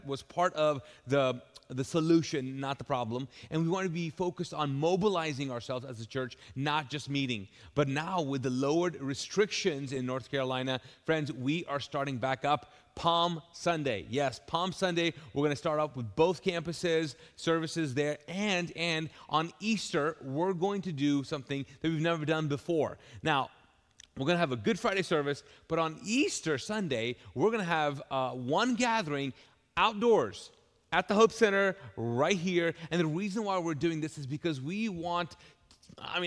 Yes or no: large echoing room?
yes